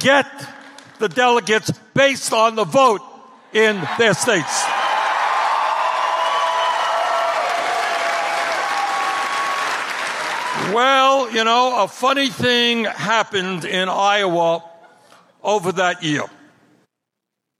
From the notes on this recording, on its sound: Campaign Rally in Council Bluffs Iowa on March 7, 2019